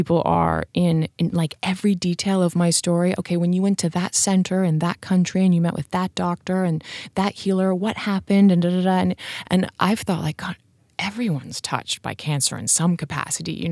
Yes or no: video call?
no